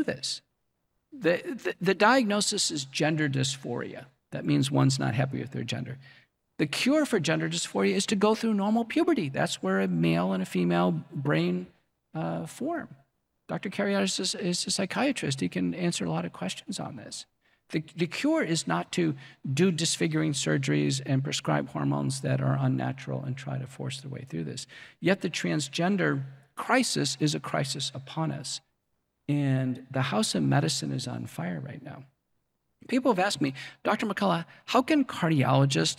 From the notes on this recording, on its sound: We're replaying a lecture